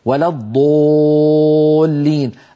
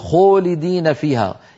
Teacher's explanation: صارت الضاد مشمة هي والألف التي بعدها بصوت الضمة والواو، لا يصح هذا. · Term: مشمومة بضمة